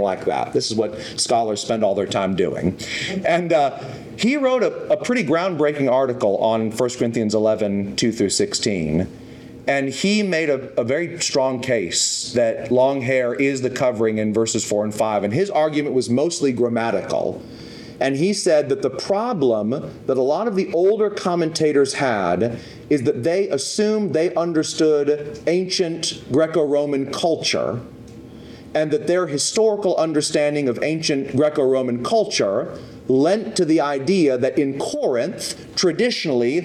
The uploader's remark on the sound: Questions and comments from the audience.